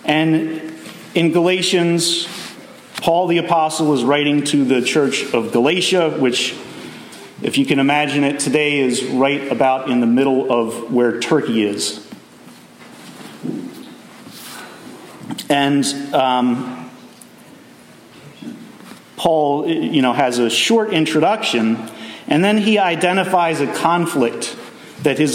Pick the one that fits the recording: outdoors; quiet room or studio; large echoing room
large echoing room